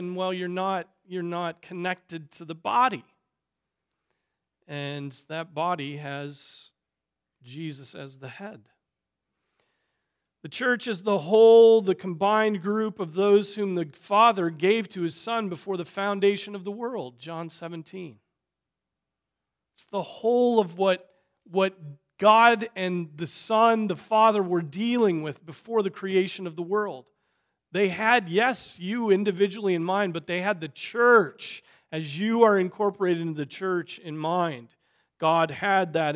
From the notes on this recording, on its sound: Preached on November 12, 2023 at Trinity Presbyterian Church ( Evangel Presbytery ) in Spartanburg, SC.